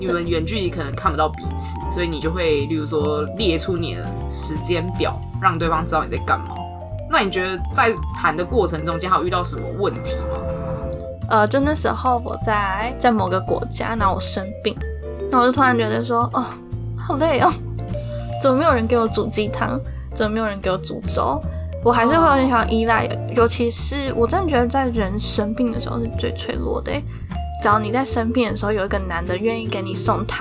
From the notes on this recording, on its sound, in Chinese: 本集收音狀況欠佳，偶爾有車子經過聲音。